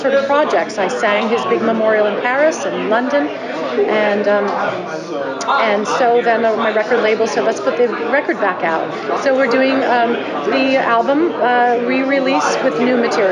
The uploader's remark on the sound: Live from Feinstein's/54 Below press day.